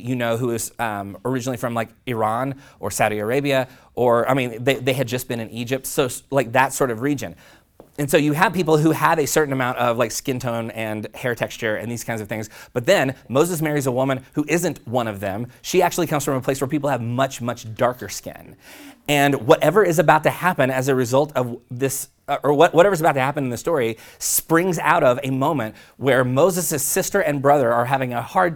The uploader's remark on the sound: preached this sermon at Collective Church in late 2018